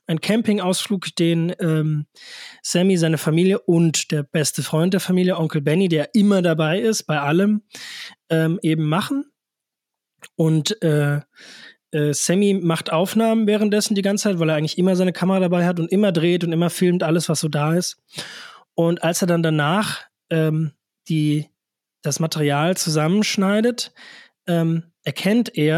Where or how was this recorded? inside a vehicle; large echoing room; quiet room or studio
quiet room or studio